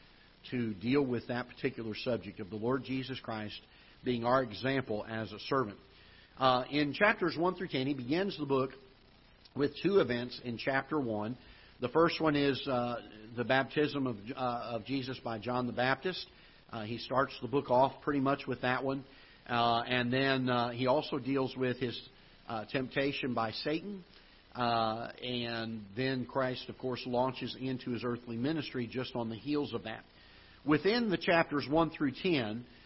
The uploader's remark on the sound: Ketha Heights Baptist Church ~ Live Broadcast.